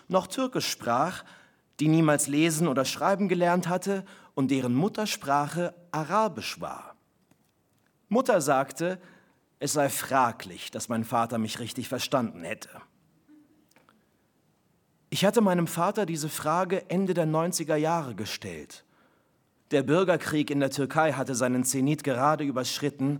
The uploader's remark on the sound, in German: Live im Haus des Rundfunks